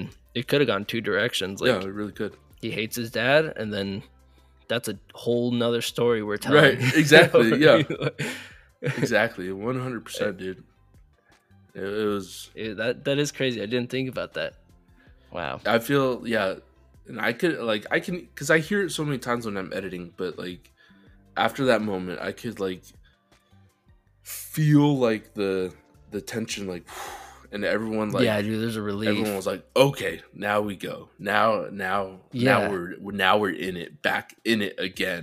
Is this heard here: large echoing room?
no